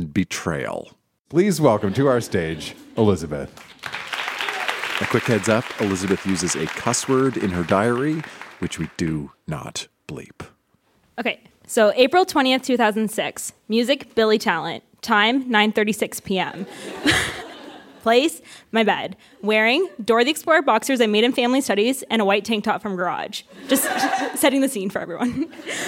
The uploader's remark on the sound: Recorded live at the Registry Theatre in Kitchener, ON.